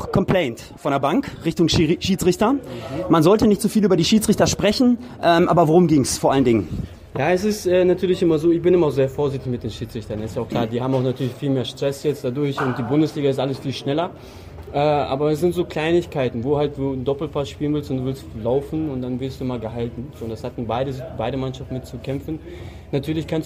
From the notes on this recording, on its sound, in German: Live aus der Mixed Zone nach dem Futsal Bundesliga Spiel gegen Weil im Dorf.